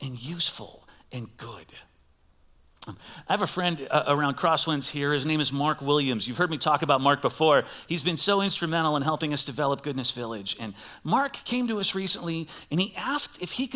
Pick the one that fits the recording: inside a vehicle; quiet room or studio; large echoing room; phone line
large echoing room